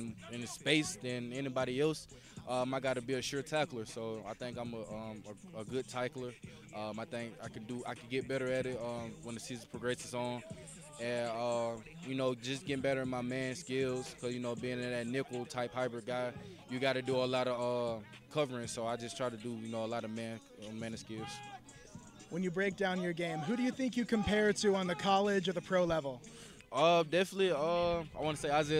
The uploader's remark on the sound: Recorded live at the HotList football recruiting camp in Villa Rica, Georgia.